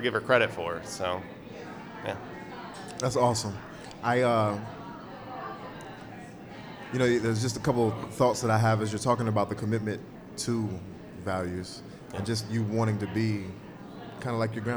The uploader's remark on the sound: Live at Cultivate